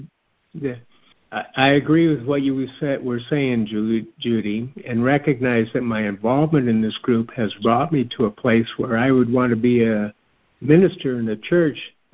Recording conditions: phone line